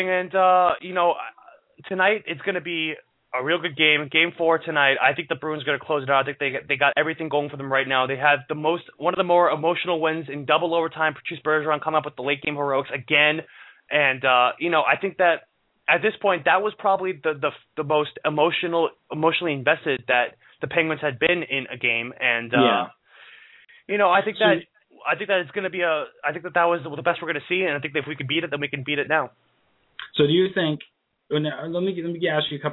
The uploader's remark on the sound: Here come's another LIVE episode of Sports Blaggah Radio straight out of Boston! An open forum program where you, the listeners, call in and ask your questions.